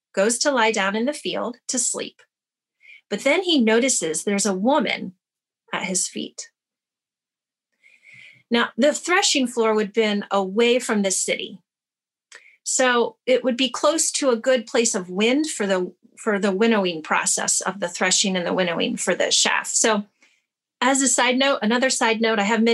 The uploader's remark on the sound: Teaching from the February 7, 2021 Zoom Gathering